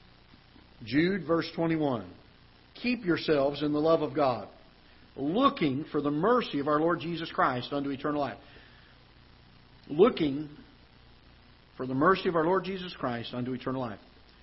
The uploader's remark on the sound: Ketha Heights Baptist Church ~ Live Broadcast